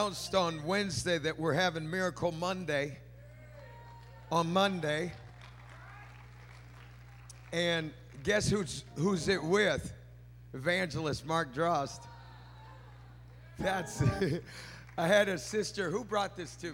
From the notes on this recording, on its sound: from our Summer Revival recorded live this week